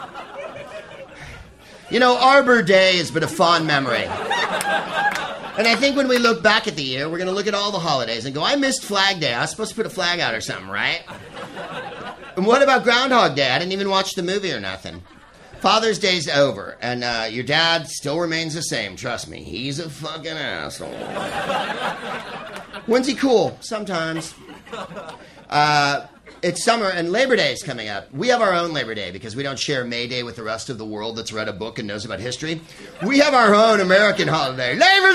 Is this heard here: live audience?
yes